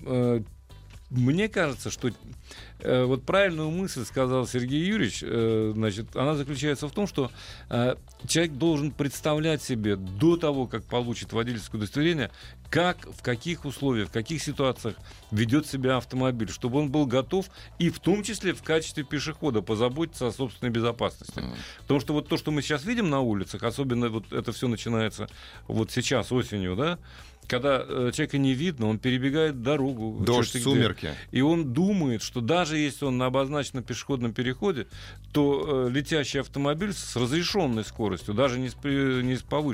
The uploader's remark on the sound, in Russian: По телефону новость прокомментировал председатель правления «Гильдии автошкол».